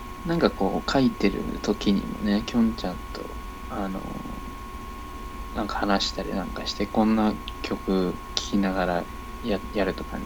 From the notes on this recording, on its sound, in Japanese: 雑音つにご注意を。